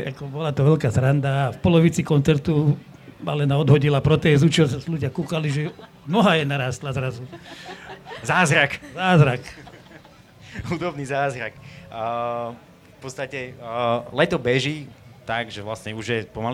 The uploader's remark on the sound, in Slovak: Sme nahrali live podcast. Sme si premiérovo v sobotu pripísali live verziu z veľkého pódia. Prinášame vám editovanú verziu nášho festivalového live podcastu.